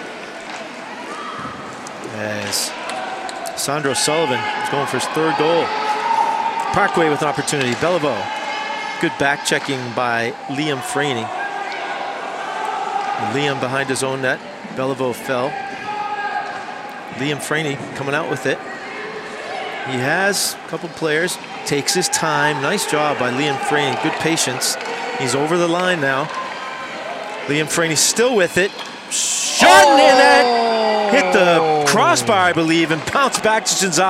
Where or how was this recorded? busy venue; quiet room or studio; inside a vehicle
busy venue